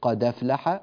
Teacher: فتنقل هذه الفتحة إلى الدال فتصير قد أفلح وتحذف هذه الهمزة